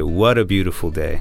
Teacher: when T is at the end of the word, but followed by a vowel sound, such as in What a Beautiful Day, we still hear the soft D sound.